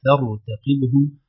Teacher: الراء مفخمة بلا شك لأنها يعني ساكنة وقبلها فتح